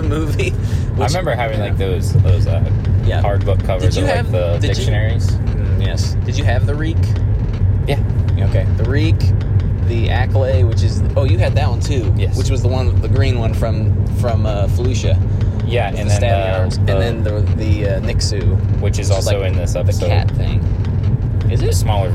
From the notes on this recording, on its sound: It was recorded using our phones so please excuse the poor sound quality.